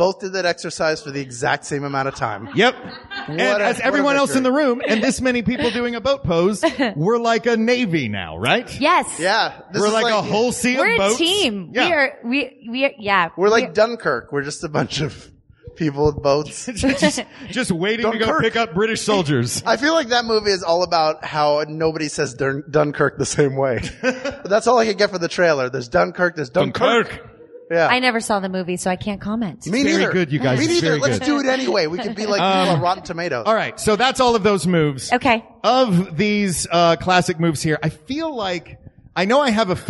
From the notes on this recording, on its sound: A workout in front of an audience at Booty Works.